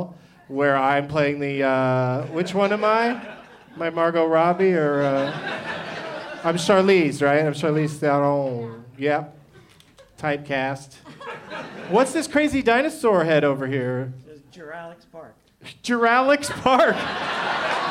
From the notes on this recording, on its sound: Live from the Gateway Theatre in San Francisco as part of SF Sketchfest